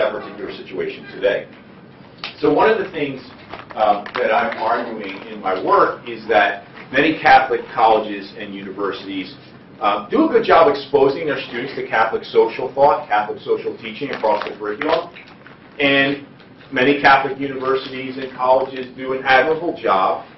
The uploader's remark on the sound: delivers the keynote speech at the AAUP Conference